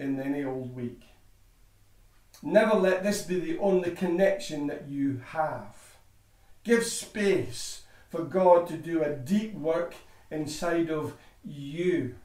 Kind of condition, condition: setting, large echoing room